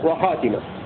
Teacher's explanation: قرأ غير عاصم بكسر التاء